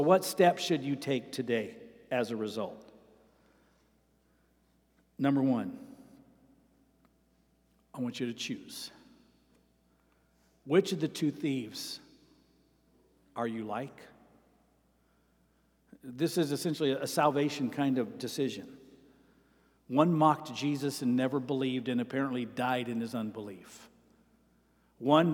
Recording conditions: large echoing room